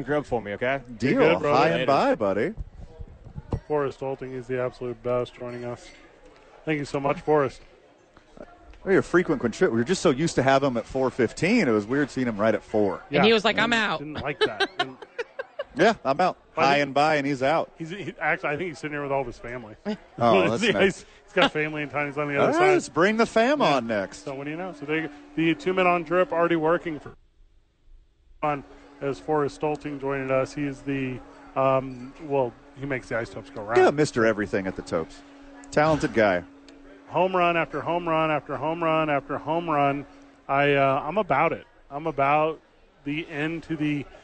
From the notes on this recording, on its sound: THE BOIS ARE LIVE AT SADIES!